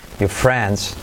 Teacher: Mirad que no digo your, sino que la R la omitimos.